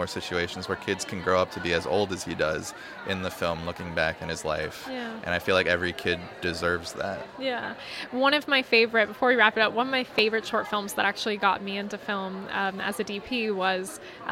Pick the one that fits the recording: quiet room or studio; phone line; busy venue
busy venue